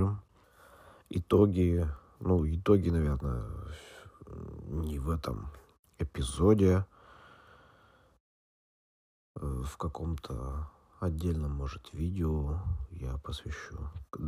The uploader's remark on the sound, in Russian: Эпизод подкаста, записанный по пути следования по дорогам Москвы. Качество страдает, но условия не позволяли сделать чище звук, записанный на улице.